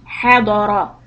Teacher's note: Ha and dara. Dod heavy, ra heavy.